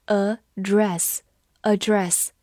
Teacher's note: D R E SS，Address。字母 A 发短音 A，双写 D 加 R 发 R，字母 E 发它最常见的音小口 A，两个 S 发 S，address，address。注意这个单词中 D 和 S 都是双写，在美式的发音当中，它也可以发成 address。 address 重音放在第一个音上了